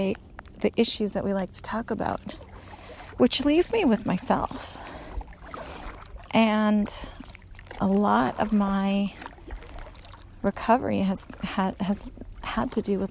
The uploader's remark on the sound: stuck her phone into her lifejacket and chatted away while paddling across a pristine lake in the Canadian woodlands